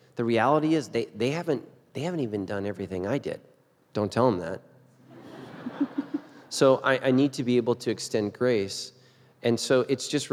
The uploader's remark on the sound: Live from the Cutting Room Floor. Recorded live with a few hundred fans of the show.